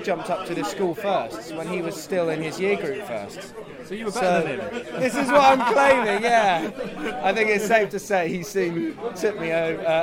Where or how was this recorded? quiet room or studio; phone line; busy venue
busy venue